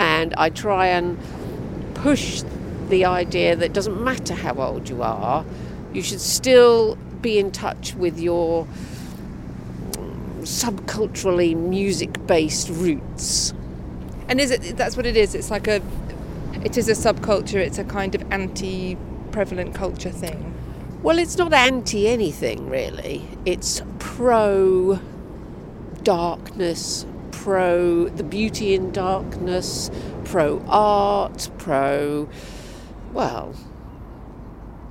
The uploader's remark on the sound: Stories about different passions from the Brighton and Hove seafront, when the sun was shining, but the wind was keen. Interrupts people as they go about their everyday lives.